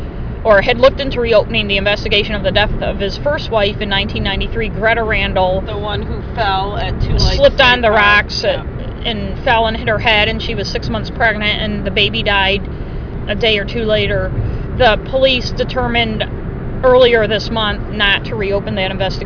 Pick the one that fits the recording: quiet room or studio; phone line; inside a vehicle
inside a vehicle